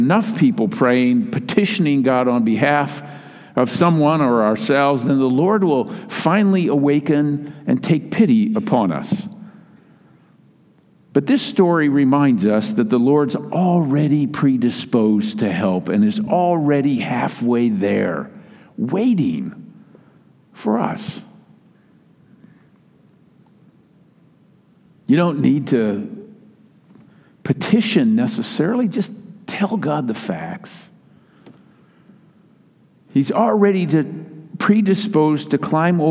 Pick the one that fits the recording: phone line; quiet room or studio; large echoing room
large echoing room